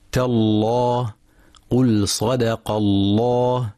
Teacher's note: واتفق القراء على تغليظ لام لفظ الجلالة إن سبقت بفتح